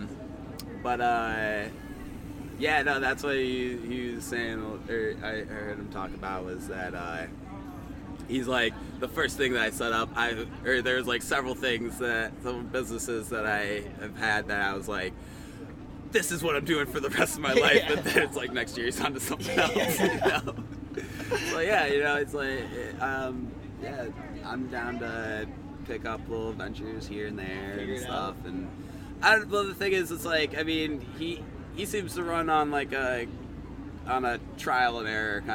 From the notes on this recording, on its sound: Located at Snow Ridge in Turin, NY. We recorded this while we were vending at Otis Mountain Get Down 2018! There is engagement with festival goers.